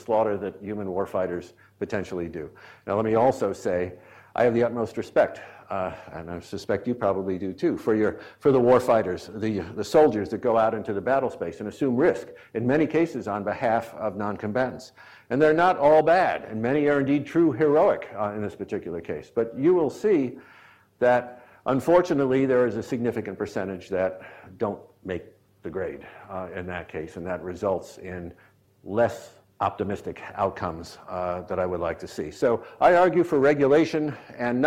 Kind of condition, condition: setting, large echoing room